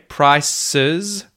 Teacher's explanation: you would actually say price with the S sound and then Z with the Z sound to pluralize it